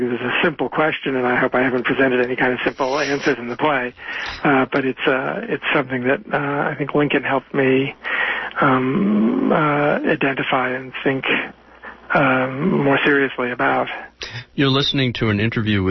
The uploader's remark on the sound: is interviewed live by phone